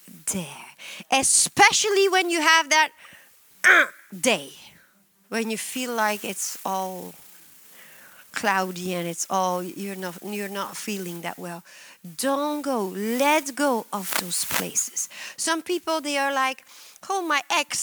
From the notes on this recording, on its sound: at Harvest Bible Church in Stockton, CA.